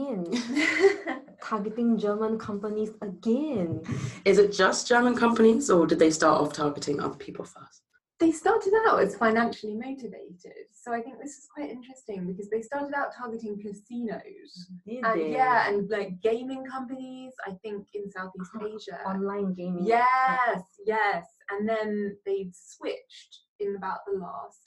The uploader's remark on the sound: Apologies for some audio issues this week - we are working on a fix!